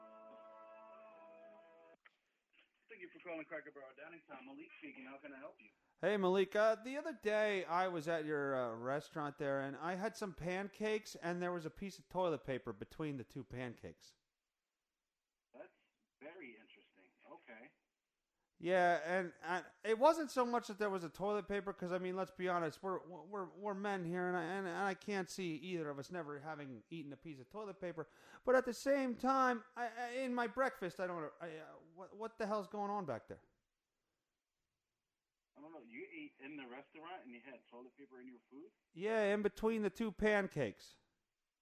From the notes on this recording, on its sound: He tries some phone calls that go unanswered as usual and then decides to go old school with a PRANK CALL to a restaurant.